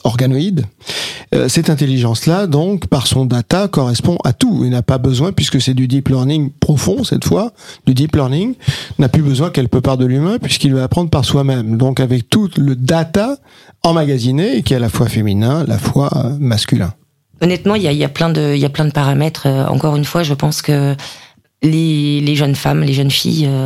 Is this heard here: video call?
no